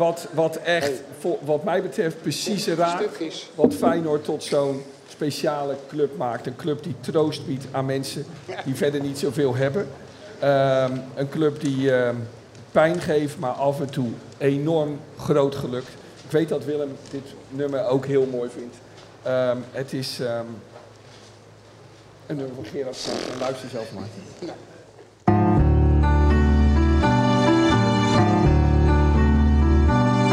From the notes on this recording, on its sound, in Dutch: Ruim tweehonderd mensen sloten de huldigingsdag van Feyenoord maandagavond af in poppodium Annabel in Rotterdam